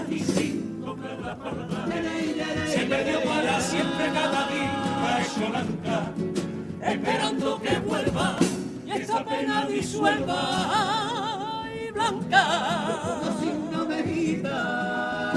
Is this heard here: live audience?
yes